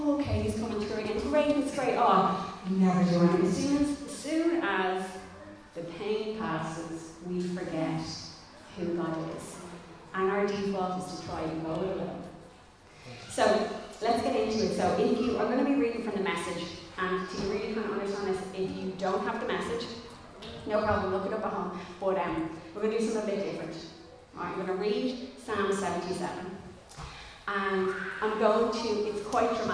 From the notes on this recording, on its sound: Recorded live in Liberty Church on 27 June 2021